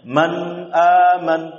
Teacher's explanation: ghunnah yang keluar dari khaisum. Ini yang keluar, yang harus ada, namun tidak boleh dipanjangkan.